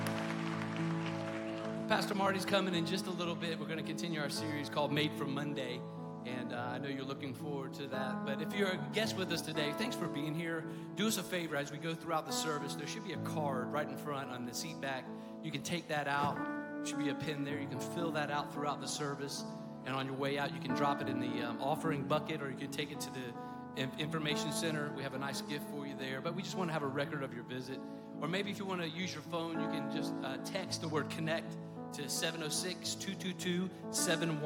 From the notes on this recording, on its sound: Recorded live at Stevens Creek Church.